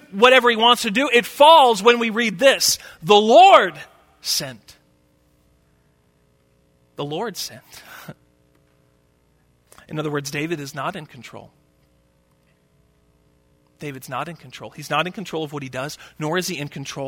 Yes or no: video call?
no